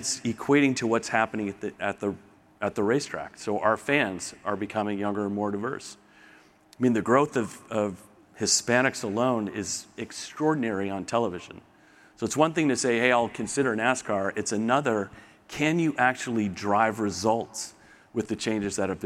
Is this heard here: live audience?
yes